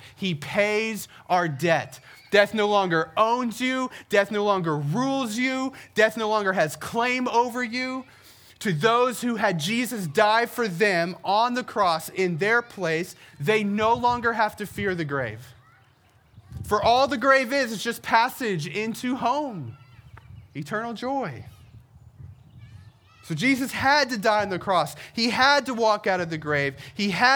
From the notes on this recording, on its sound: We celebrated our first Easter together by gathering outside on the Herndon Town Green.